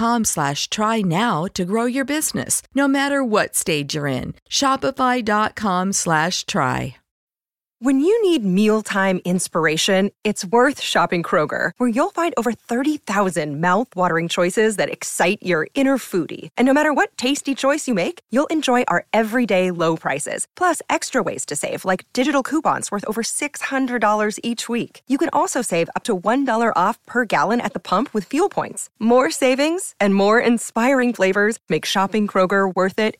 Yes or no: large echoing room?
no